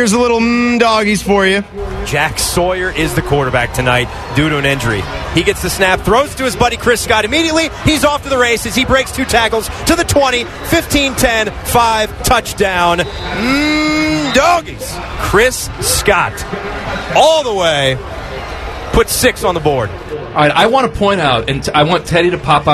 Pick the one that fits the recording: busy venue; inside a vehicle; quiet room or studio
busy venue